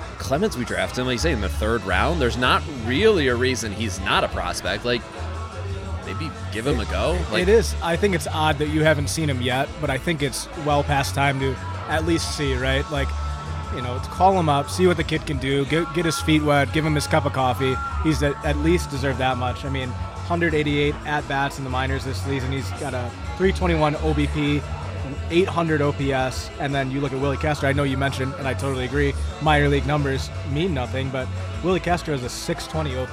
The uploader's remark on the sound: The Podcastellanos is live on location at Mootz Pizzeria + Bar on Library Street in Detroit.